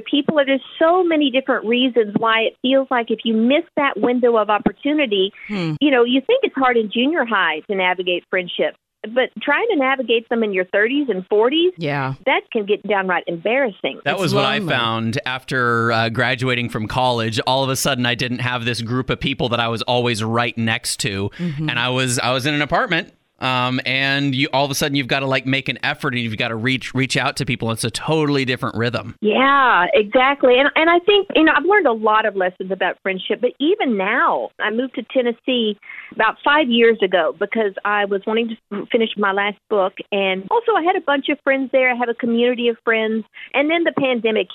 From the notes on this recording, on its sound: spent some time on the phone